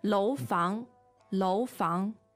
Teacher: that's two second tones